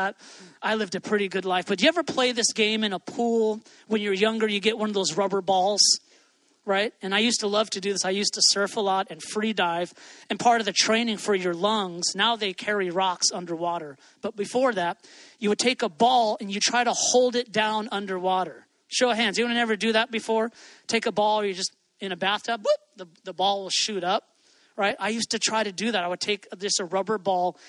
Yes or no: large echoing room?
yes